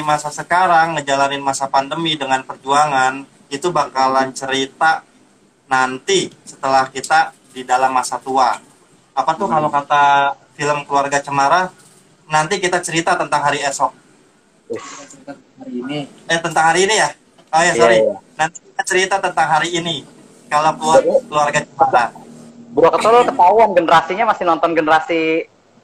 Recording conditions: video call